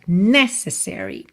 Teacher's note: A palavra necessary tem a sílaba tônica na primeira sílaba